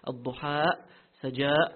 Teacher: It is incorrect to stop with a guttural sound because then you would be adding a Hamza to the text. Al-Duha, Saja, this is wrong. · Term: guttural stop